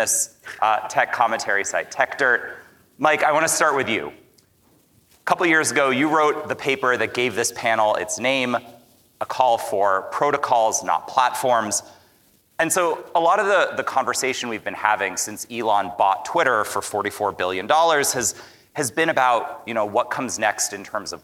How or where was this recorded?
live audience